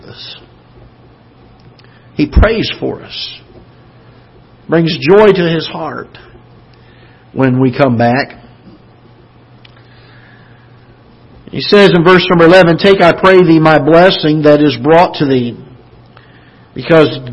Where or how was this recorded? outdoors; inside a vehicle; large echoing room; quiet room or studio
large echoing room